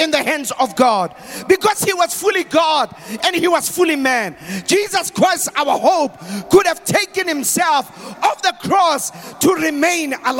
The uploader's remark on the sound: preached at the Good Friday Celebration 2023 hosted at Orlando Stadium on the 07th of April 2023.